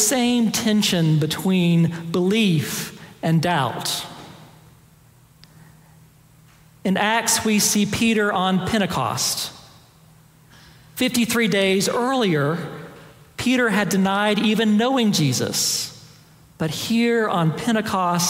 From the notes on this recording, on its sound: Preached on April 16, 2023 for our Sanctuary Worship Service.